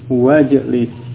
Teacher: Kemudian pada ijlis dia di tengah kalimat ada kata lain yang mendahuluinya, maka hamzah wasal yang di awal fil amr tersebut tidak diucapkan